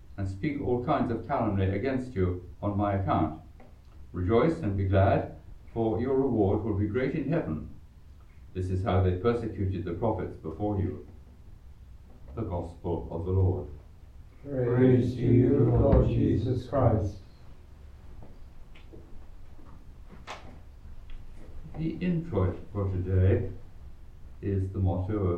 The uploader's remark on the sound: Recorded live at Southgate House on 12 June 2023.